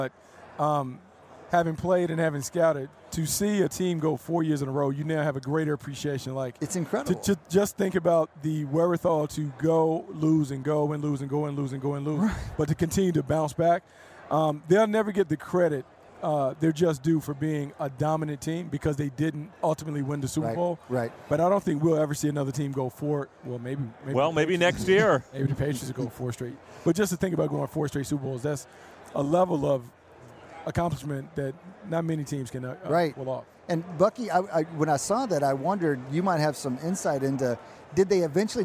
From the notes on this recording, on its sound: live from Radio Row at Super Bowl LIII